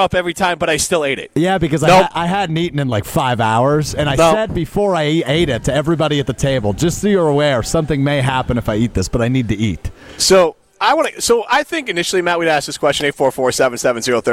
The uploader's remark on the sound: live from X-Golf in Madison